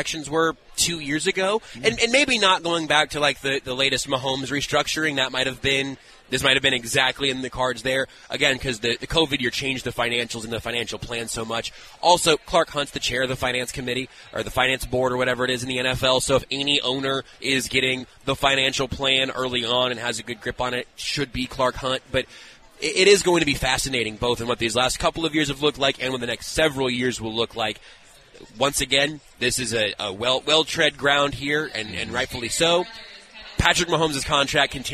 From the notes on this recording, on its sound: The Zone continues live from the KC Golf Show at the Overland Park Convention Center